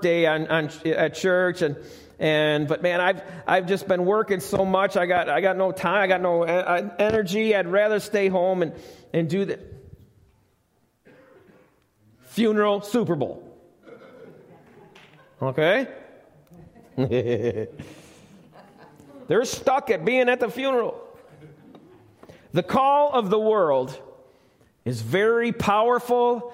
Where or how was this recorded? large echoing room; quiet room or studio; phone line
large echoing room